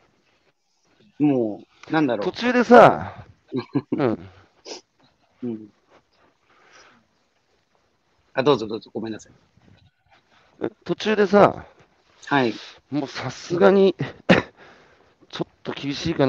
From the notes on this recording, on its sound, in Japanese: 歩きながら1時間、対談する